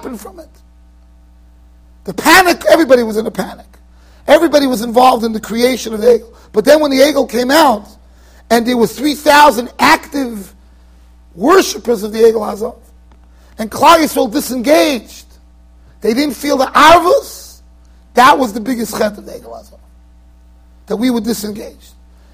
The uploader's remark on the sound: Shiur recorded in Yeshivas Ohr Reuven, Monsey NY.